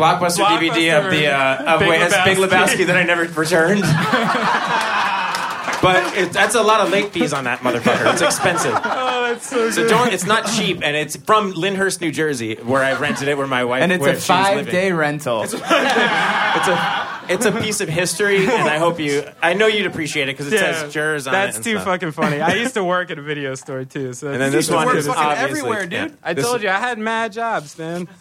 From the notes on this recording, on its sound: Live at Union Hall. We recorded our momentous 100th episode in front of a live audience at Union Hall, Brooklyn.